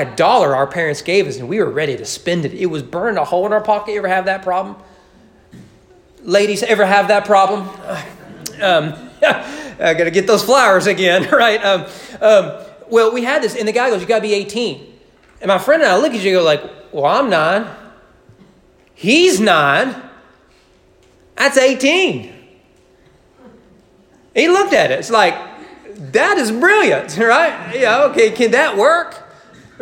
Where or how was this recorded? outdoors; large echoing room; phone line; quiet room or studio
large echoing room